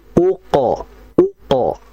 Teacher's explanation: kita jangan membaca qalqalah qafnya itu tipis · Term: qalqalah qaf mati